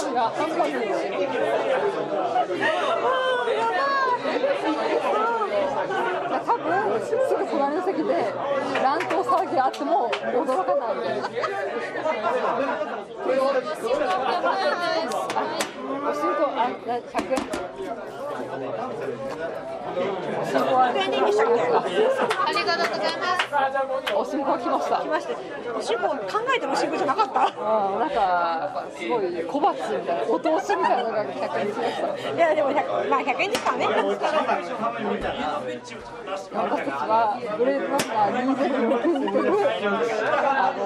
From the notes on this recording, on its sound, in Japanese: 神田駅オフ会（？）収録三軒目です！居酒屋での収録の為、外野が大変騒がしくなっております。